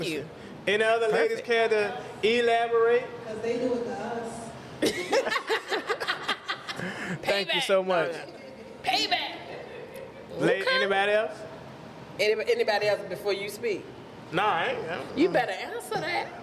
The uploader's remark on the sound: Before a LIVE audience. Actual LIVE audience participation.